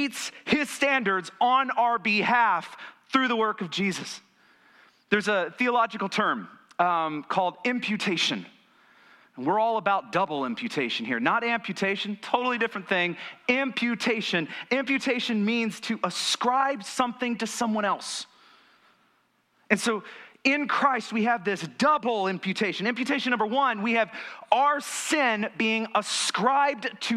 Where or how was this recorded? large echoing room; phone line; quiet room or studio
large echoing room